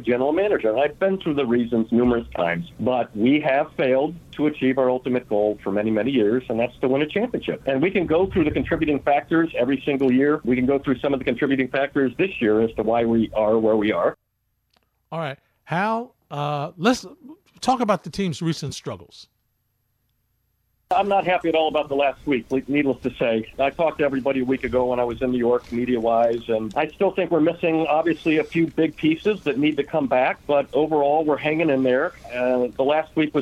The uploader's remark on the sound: They also take a bunch of your phone calls.